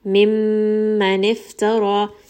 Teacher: Meme here is going to have a ghunna because it has shadda, meaning that it will spend a little bit more time up in the nose.